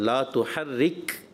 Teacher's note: آپ نے یہاں پر را کو پر کیا، یہ باریک کرنا ہوتا ہے